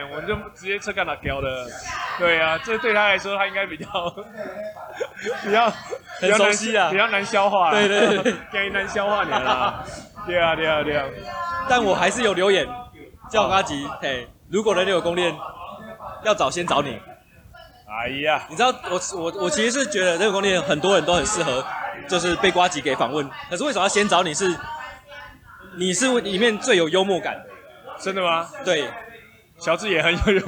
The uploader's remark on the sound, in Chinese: 錄音地點：阿添海產。錄音設備：Superlux TM58S + Maker hart Just MIC IV。